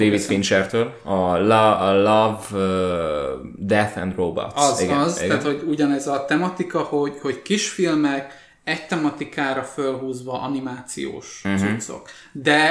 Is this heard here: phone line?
no